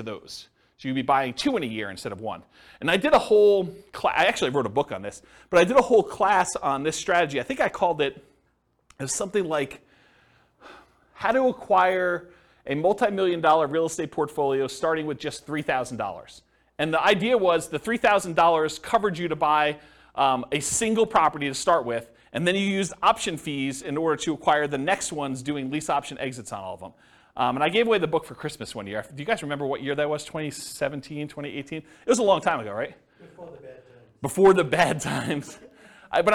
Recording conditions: live audience